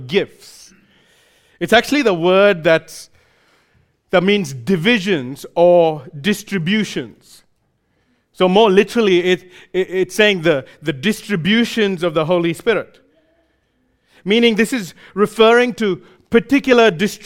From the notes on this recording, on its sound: recorded live at Grace Community Bible Church